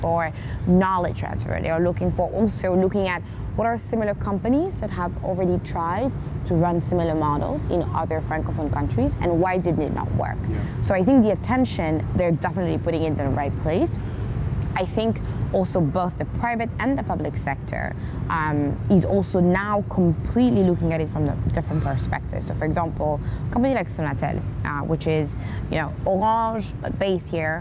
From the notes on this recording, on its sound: To kick off this season, I’m going to take us back to Dakar, to the beautiful conference space at hotel Terrou bi where we hosted our latest West African Summit. Throughout the conference I chatted various stakeholders in our ecosystem.